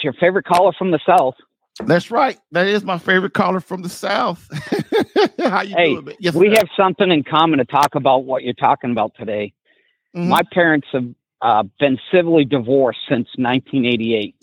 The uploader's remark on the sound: Catholic Alpha Radical LIVE Show. Your LIVE calls.